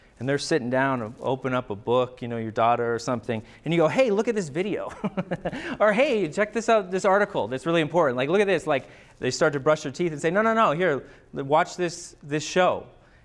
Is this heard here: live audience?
yes